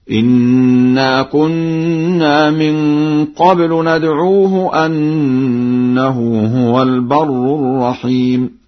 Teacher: قرأ ورش بفتح همزة أنه هكذا: إنا كنا من قبل ندعوه أنه هو البر الرحيم.